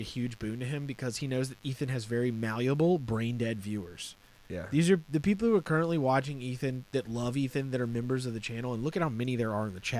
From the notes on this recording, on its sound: Sorry about the buzz getting new cables this week its horrendous I know.